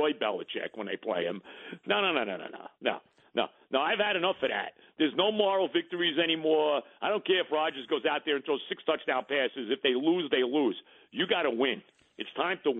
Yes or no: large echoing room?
no